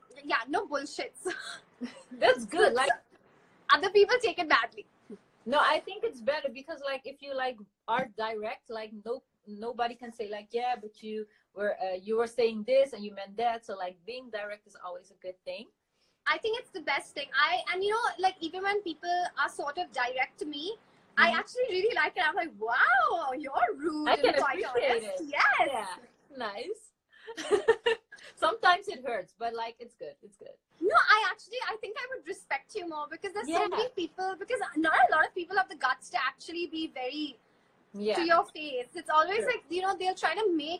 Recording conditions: video call